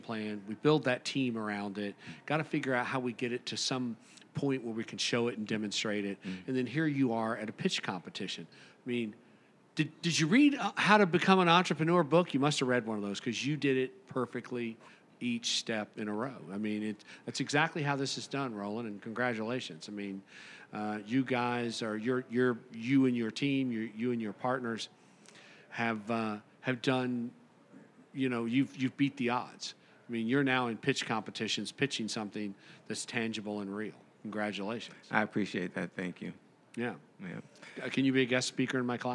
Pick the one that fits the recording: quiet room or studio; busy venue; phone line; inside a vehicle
busy venue